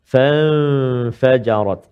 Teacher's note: Nun mati bertemu dengan fa, dengung dua harakat ikhfa ha hakiki kan.